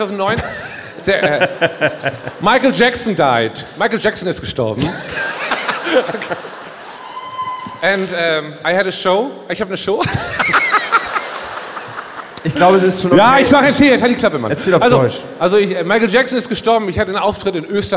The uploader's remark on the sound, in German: Live aus Bochum